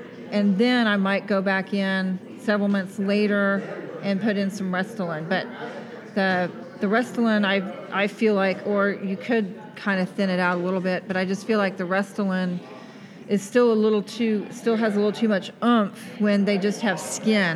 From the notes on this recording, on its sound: At Cork & Growler in Frisco, Tx answering questions from a live audience.